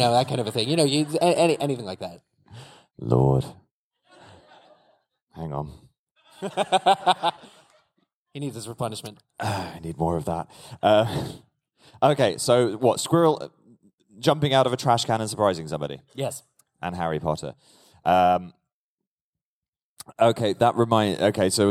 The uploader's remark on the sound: We're live from LeakyCon in Boston. Play a few of our favorite games with the audience.